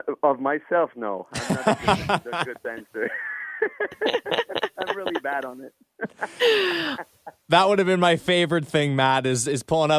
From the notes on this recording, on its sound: over the phone